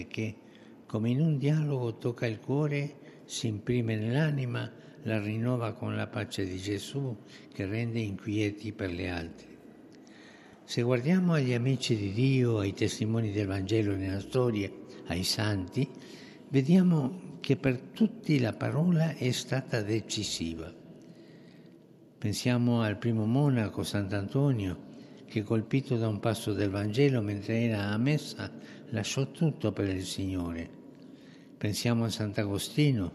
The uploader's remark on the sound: FROM SAINT PETER'S BASILICA, HOLY MASS